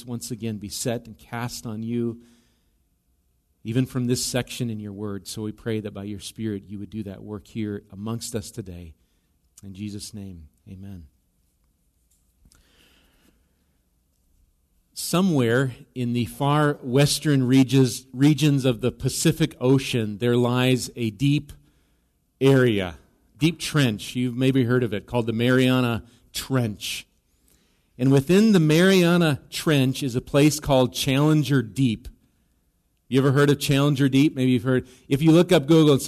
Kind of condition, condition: setting, large echoing room